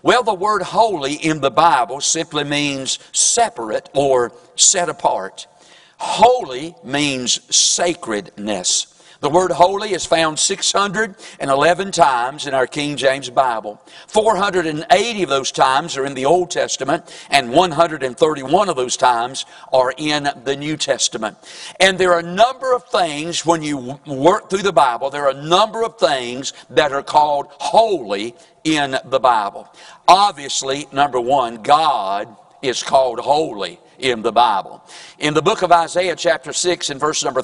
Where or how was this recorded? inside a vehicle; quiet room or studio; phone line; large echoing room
large echoing room